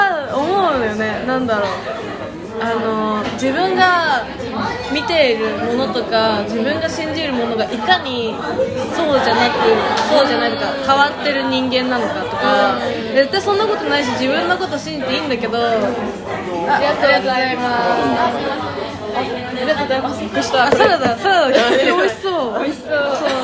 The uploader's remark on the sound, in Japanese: 今回大分ガヤいです。ちゃんとした録音環境を作りたい、ピンマイク？いやしかしこのガヤガヤ感もいいのか？